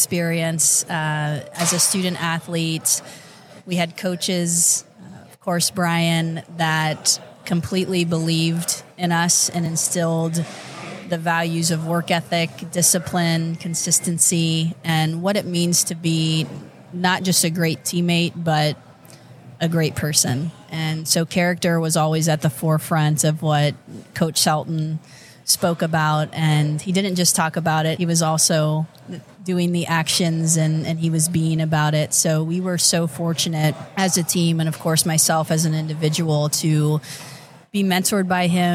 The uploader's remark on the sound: Live at the Collegiate Open. As we gear up for the FGCU Collegiate Open event.